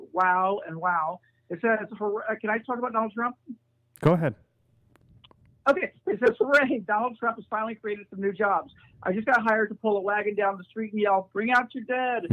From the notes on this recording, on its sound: Alone at home. Join as co-hosts on the phone.